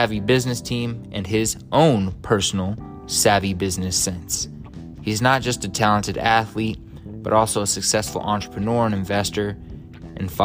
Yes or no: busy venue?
no